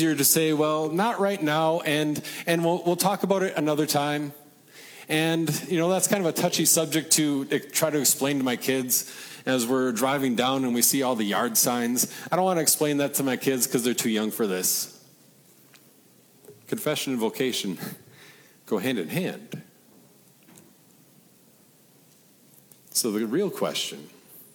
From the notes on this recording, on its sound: Regional Reformation Festival sermon preached at Peace (ELS) in Deshler, OH.